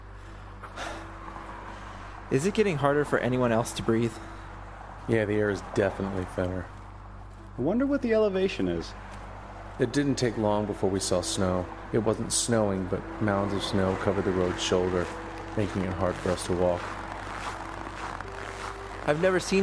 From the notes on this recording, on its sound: While resting outside a small convenience store.